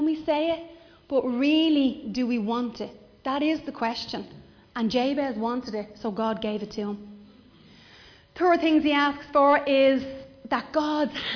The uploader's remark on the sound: Recorded live in Liberty Church